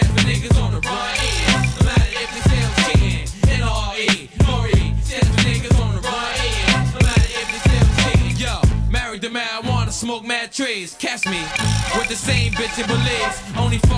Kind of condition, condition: setting, busy venue